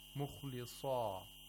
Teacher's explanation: if you stop on this word, mukhlisa, that's when you would have the highest level of tafkhim for the sad